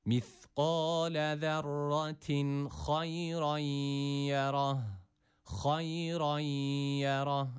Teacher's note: Ve burada ha harfi kalın bir harftir. A sesini veriyoruz.